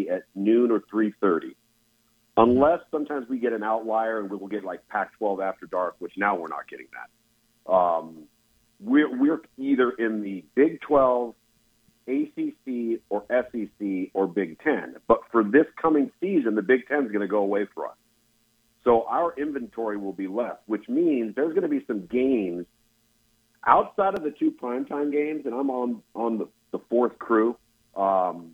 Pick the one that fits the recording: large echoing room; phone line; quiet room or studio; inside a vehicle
phone line